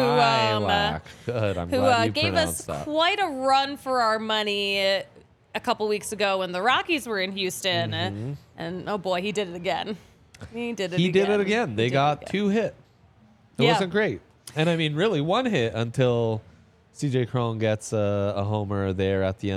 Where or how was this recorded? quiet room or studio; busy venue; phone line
busy venue